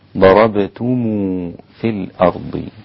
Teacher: أول خلاف بين القراء في هذه الآية: وإذا ضربتم في الأرض، صلة ميم الجمع، ضربتم في الأرض، من الذي وصل ميم الجمع بواو مادية صغيرة مقدارها حركتين